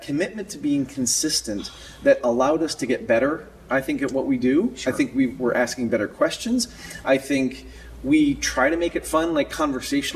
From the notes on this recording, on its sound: Flew to Orlando and recorded this special episode in the lobby of IAAPA’s World Headquarters.